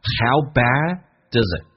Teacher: 这边有连音，doesit？最后的尾音 t 可以不用发出来。